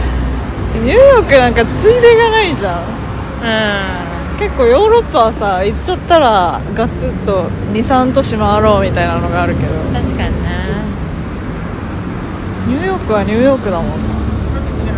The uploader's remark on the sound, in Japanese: 東京散歩しながら。年末の帰国で一年半ぶりの再会を果たし、久々の対面収録になりました。せっかくなので街をぶらつきながら。